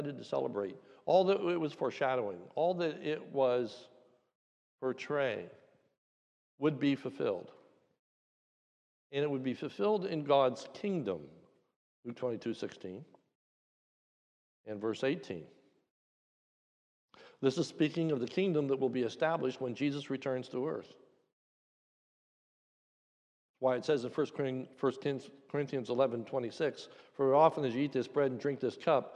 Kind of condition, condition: setting, large echoing room